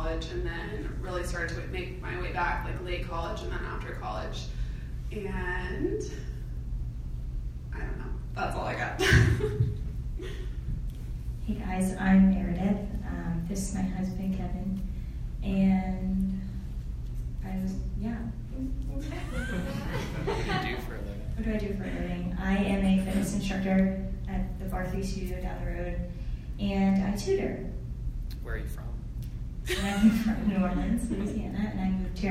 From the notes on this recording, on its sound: Presented to the 20/30Somethings ministry